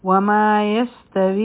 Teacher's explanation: په سین کې د سیټی آواز دی